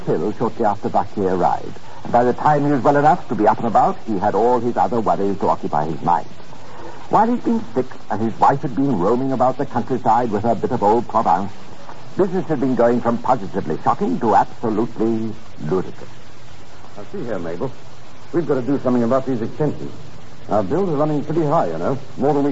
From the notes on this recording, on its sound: Audio is a bit mushy, but all the shows from this series seem to be less than clear.